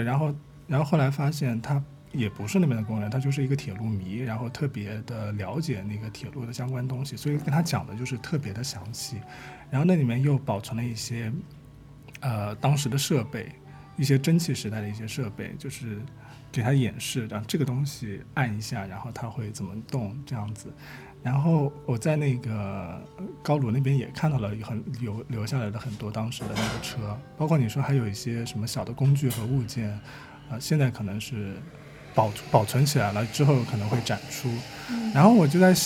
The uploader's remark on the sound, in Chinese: 我们最近参与了一次 Airbnb 的体验活动，名为「在首钢老工业区体验工业改造历程」。本期是我们首次尝试在公共空间录音，在设备调试和场地选择方面缺乏经验，因此录音质量不如往期，请各位见谅。序曲 是我们进入首钢 3 号高炉改造空间时的现场录音。